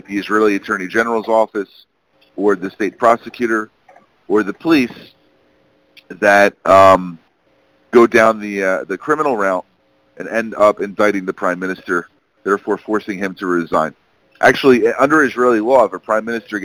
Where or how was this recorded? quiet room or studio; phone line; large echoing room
phone line